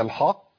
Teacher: الحاء مفخمه ولا مرققه؟ مرققه في القران كله.